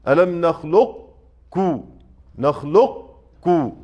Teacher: الاستعلاء فقط، لا آتي لا بقلقلة ولا بغيرها، آتي بصفة الاستعلاء في القاف ثم الكاف المرققة · Term: الإدغام الناقص